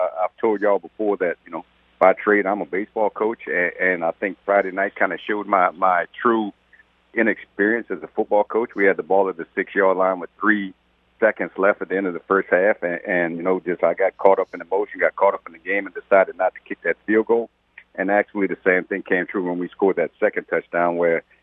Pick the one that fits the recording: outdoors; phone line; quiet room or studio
phone line